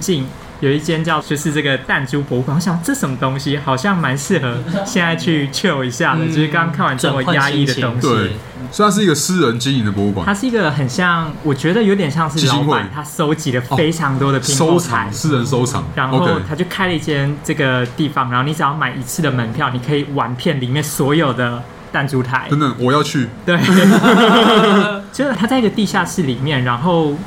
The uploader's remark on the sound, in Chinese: 本集白噪音指數：蚊風級 1/5。錄音地點： BUZZ Cafe & Beer。